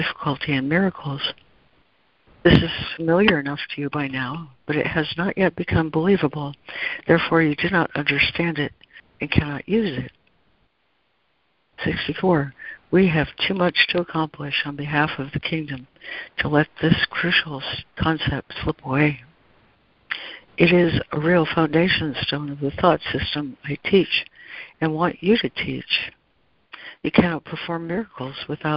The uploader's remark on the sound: ACIM Daily Conference Call.